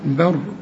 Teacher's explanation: الراء برضو هنا ساكنه، الراء الساكنه اللي قبلها مفتوح او مضموم تفخم